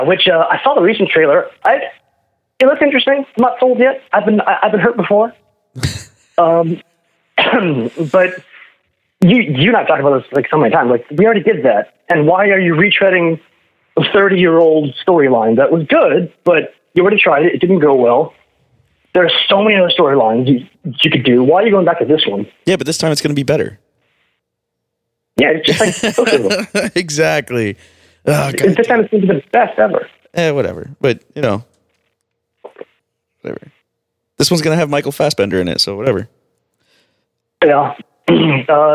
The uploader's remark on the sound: PHONE CALLS